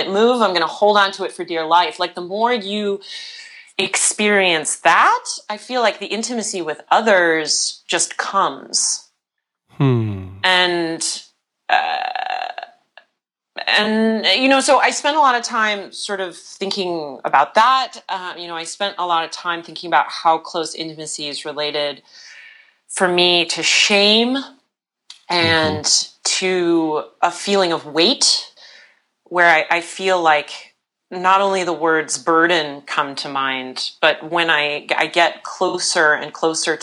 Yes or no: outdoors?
no